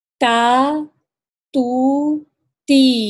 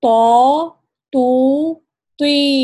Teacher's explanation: جب ہم تو کہتے ہیں اس وقت جو جڑ ہے زبان کی، یعنی جو اقصی لسان کہتے ہیں، وہ تھوڑی ابھری ہوئی جیسی ہوگی · Shown in: second take · ابھر جاتی ہے کیونکہ اس کو موٹا پڑا جاتا ہے.